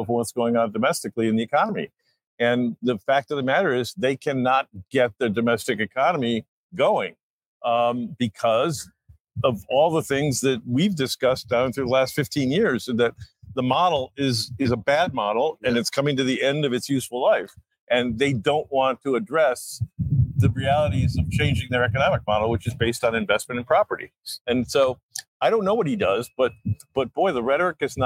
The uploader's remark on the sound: LIVE from Miami for iConnections Global Alts '24